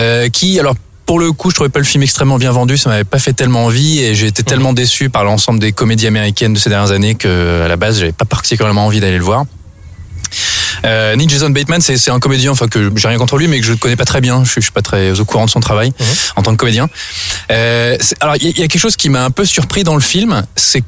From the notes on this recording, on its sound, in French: Enregistré au Parc de Bercy le samedi 21 avril 2018